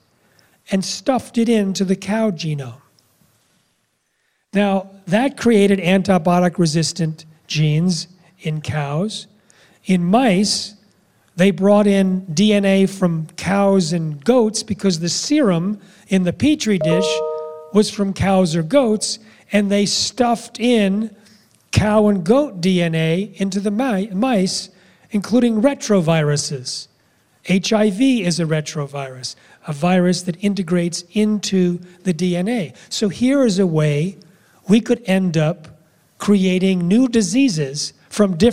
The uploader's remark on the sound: speaks to an audience at the Real Truth About Health conference